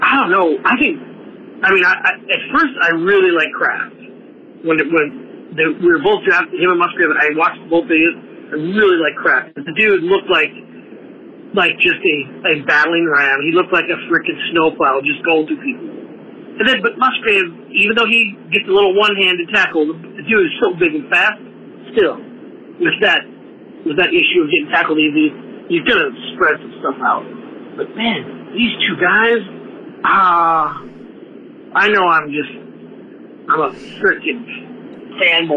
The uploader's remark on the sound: We also crack open some unexpected territory as fans call in to offer remedies.